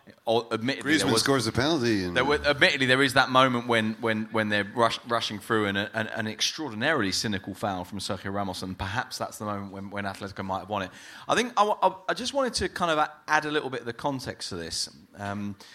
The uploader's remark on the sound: La Liga Live At The Sugar Club, Dublin. On the night, we opened up the floor to questions tweeted to us from members of the audience. This was organised by Con Artist promotions, who have put on some truly fantastic live football talks across Ireland.